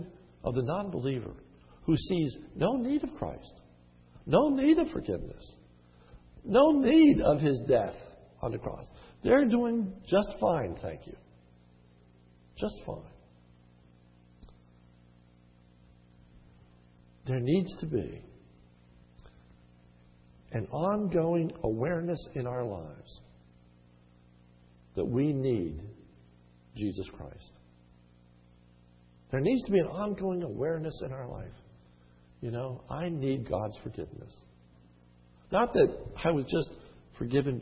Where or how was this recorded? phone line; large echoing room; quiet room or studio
large echoing room